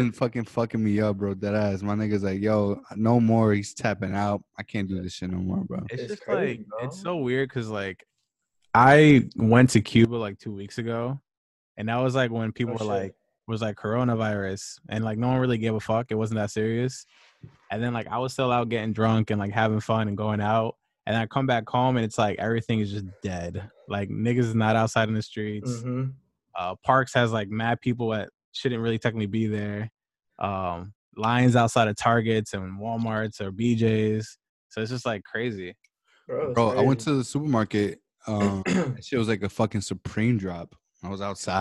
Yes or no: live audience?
no